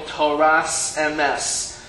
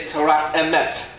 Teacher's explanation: In Ashkenaz, they will pronounce this as sa, right? Like, for example, Toras Emes. However, in Sephardim, they would say Torat Emet.